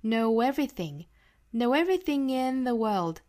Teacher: know 和 everything 之间连读元音加元音连读